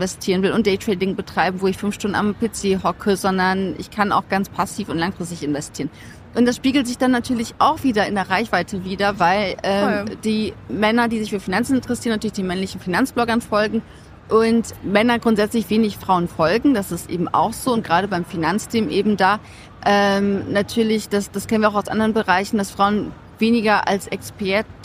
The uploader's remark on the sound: Mit all ihrem Podcast-Equipment auf dem OMR-Festival und der Finance Forward-Konferenz in Hamburg. Mehr als 70.000 Menschen sind hier unterwegs.